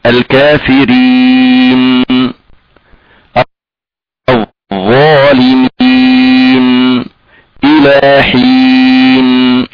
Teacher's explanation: نقف على الحرف بالسكون مع الاظهار، والاظهار هو قرع اللسان في مخرج النون